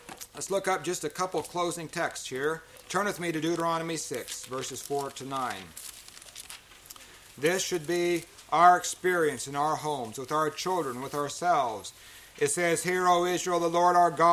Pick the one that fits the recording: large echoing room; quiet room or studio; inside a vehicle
large echoing room